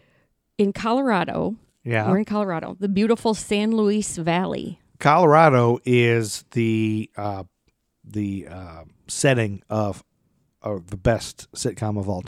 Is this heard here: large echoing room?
no